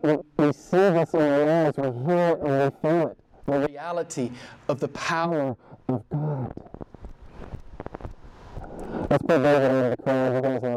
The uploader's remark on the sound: (suboptimal audio)